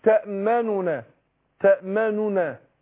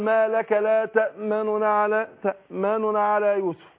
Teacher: لكن انا في الروم بختلس حركه الضم، ما بتجراش كامله، بعض حركة الضم · Shown in: second take · أقول ما لك لا تأمننا على، تأمننا على يوسف، أختلس الحركة.